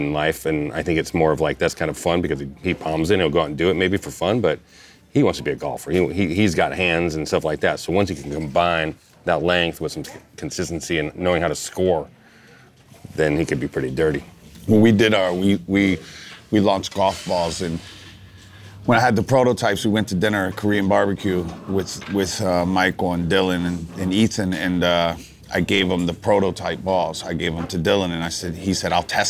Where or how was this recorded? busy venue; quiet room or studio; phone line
busy venue